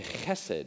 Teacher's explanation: It's got that kind of guttural H in the back of your throat.